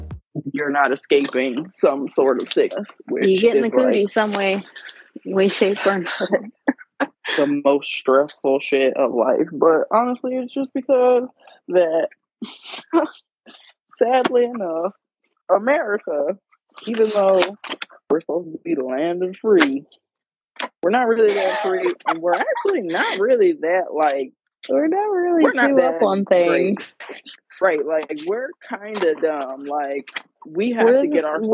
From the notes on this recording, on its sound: Today you get to sit on the phone. We got to squeeze in some FaceTime.